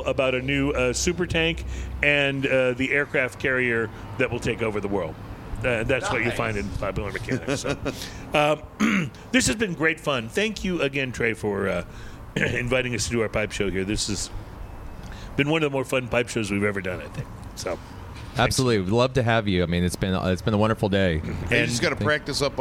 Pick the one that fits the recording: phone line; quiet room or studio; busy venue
busy venue